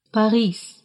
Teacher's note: В конце немецкого слова слышится звук «s» – Paris.